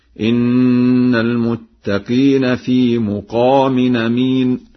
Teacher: قرأ ورش لفظ مقام بضم الميم